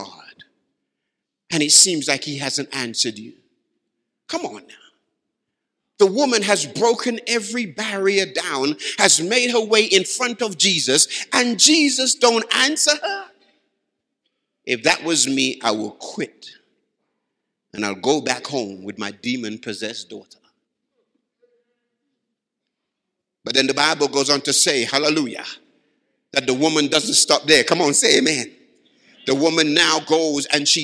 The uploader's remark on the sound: Live from Baraton University Church 2018.